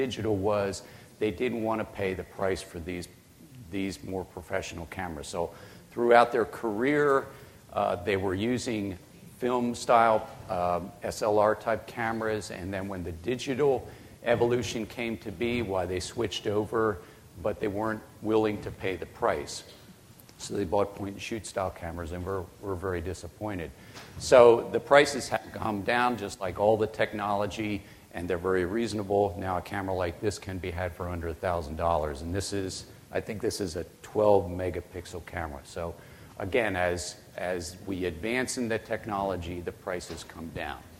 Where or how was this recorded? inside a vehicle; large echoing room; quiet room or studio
large echoing room